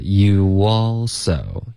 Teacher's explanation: Okay,这个 you also, Rachel 的发音是 you also, you 跟 all 之间会添加一个很轻的 w 音